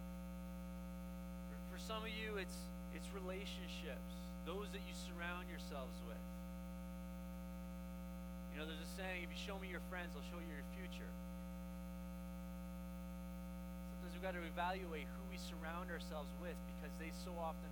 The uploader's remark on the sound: We apologize for the hum and are working to rectify the problem.